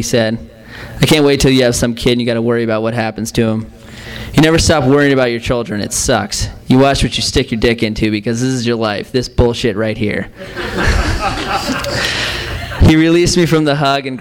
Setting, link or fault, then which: setting, live audience